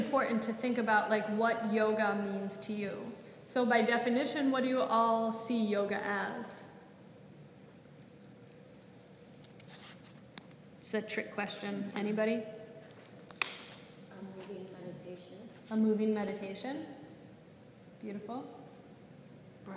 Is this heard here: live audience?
yes